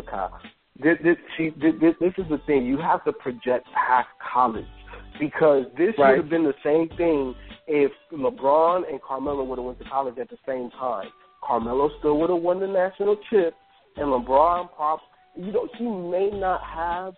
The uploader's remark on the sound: We take live calls on the air